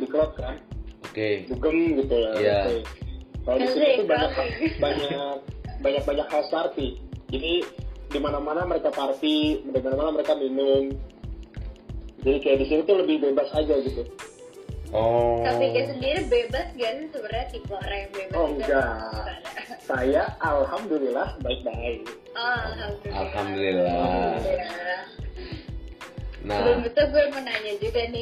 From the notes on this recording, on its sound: Episode ini direkam saat pandemic COVID-19 sedang menyebar dimana-mana sehingga rekaman ini direkam dengan cara Record from Home. We are so sorry for the sound & voice quality which is not our best at the moment.